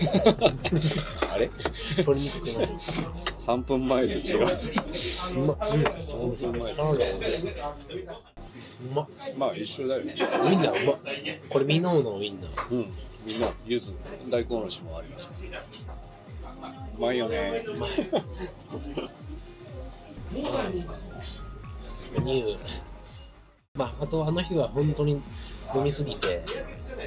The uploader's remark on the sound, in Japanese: 大阪中津の COVOJEANよりお届けします。撮影許可を頂いて店内での収録ですが、他のお客様の会話音声も聞こえます。お聞きづらい部分もあるかと思いますが、ご了承ください。